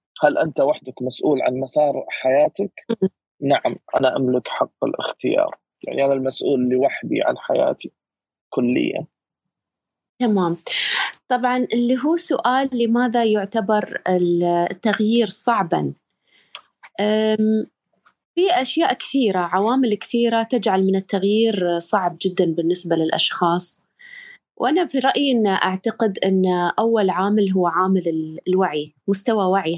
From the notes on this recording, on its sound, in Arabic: تسجيل لمساحة ابن رشد الأسبوعية على منصة تويتر